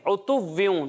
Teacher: عین کی ادائیگی واضح ہونی چاہیے حمزہ سے ملنا نہیں چاہیے